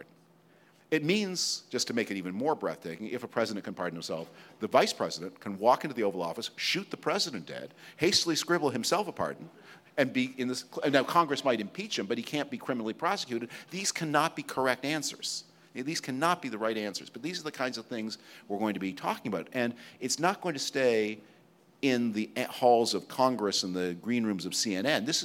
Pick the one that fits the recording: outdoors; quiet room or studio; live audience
live audience